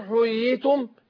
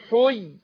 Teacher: بيعمل فصلة بسيطة بمقدار الألف بين اليائين عشان يمنع مسألة الإدغام في المتماثلين · Shown in: second take · لأن اليائين متماثلين. · Term: مد تمكين